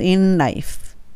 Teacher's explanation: in っていうのと life のは全く同じベロの位置になるのでそのままいきます。